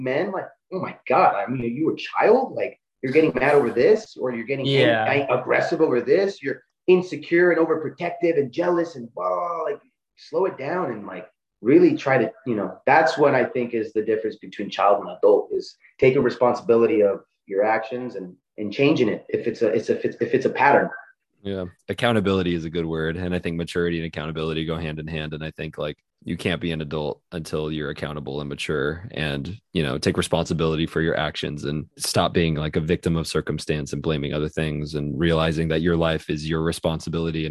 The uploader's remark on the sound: Zoom is plagued with technical issues but we persist.